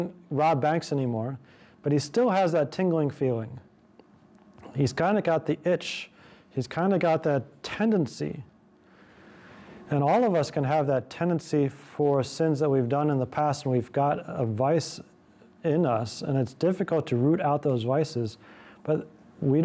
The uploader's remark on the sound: This lecture was given on November 9th, 2023, at the University of Oregon.